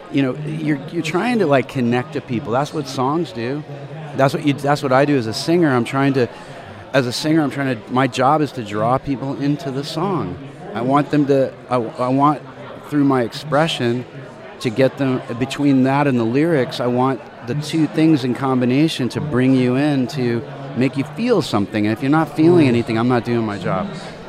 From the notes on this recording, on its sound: Live at Rock N Pod 2019 in Nashville, TN.